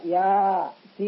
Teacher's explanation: الياء مد لازم لأن النون سكنت بعدها، وهذا السكون لا يختلف ولا يزول سواء وصلنا أو وقفنا.